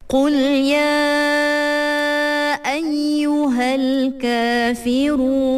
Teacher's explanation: sebab dia ma'arid disukun, boleh panjang dia 2, 4 ataupun 6 harokat. Okay, ma'arid disukun.